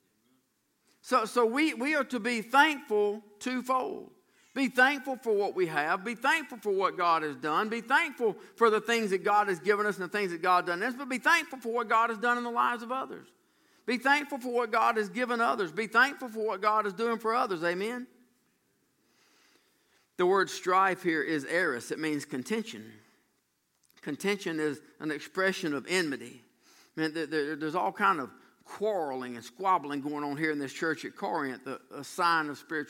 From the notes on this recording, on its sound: during the evening worship services on June 24, 2018